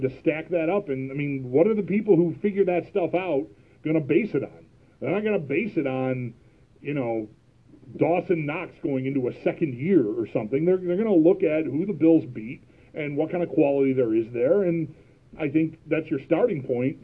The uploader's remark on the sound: I record my calls into WGR550 shows.